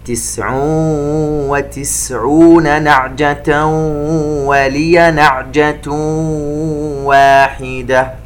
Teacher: نجد إدغام بغنة 3 مرات، تنوين الضم بعده حرف الواو، ومن ثم تنوين الفتح في كلمة نعجة بعدها حرف الواو، وأيضا كلمة نعجة الأخرى تنوين ضم بعدها حرف الواو، إدغام بغنة.